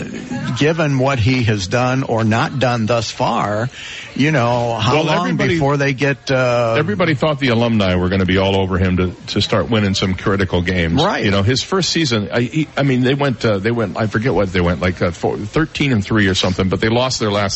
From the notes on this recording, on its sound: Live from Shula's Steakhouse